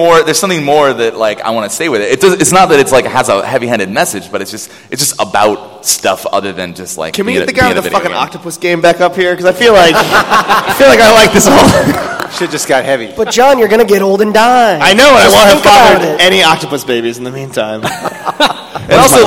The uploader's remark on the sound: Episode 103 - PAX Prime 2013. This week's episode was recorded in front of a LIVE studio (panel) audience at PAX Prime 2013.